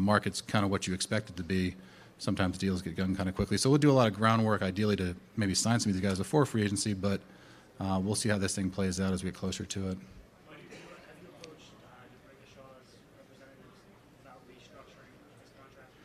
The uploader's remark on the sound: Combine Press Conference